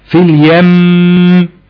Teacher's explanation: احنا وقفنا هو على كلمه اليم، ومع ذلك الغنه اطاله الصوت بالغنه امتد معانا في حاله الوقف